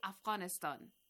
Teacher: English people say Afghanistan because they don't have kh, the sound like that in their language.